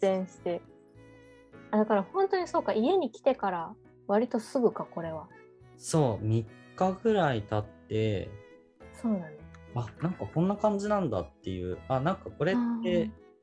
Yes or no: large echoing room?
no